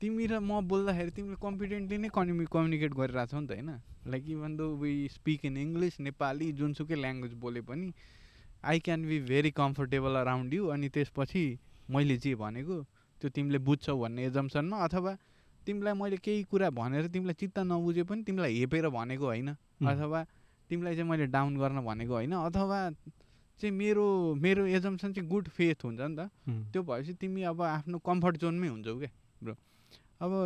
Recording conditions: outdoors